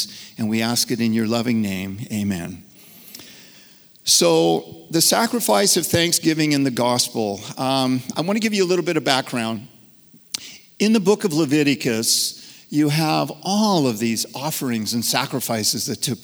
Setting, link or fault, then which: setting, large echoing room